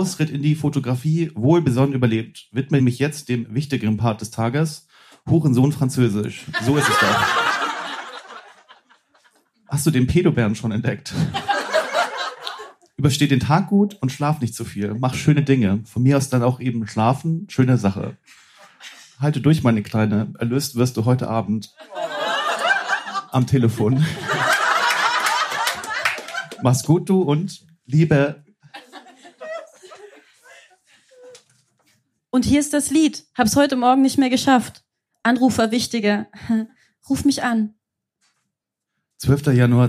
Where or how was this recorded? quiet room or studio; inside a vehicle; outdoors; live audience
live audience